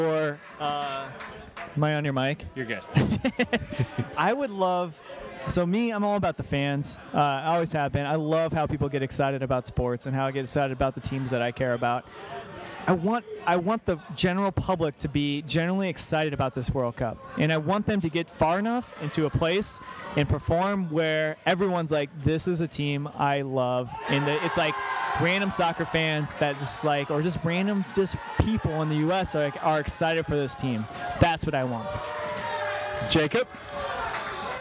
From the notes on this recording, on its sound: In St. Louis. We recording at the Night Before event with the St. Louis chapter at the Amsterdam Tavern.